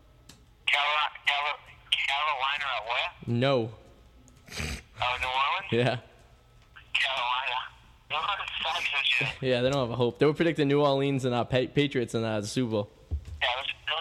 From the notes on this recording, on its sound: The guys call up a co-work. Over the radio.